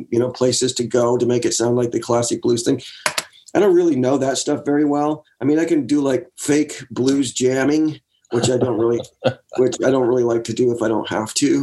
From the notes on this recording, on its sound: Remote ZOOM.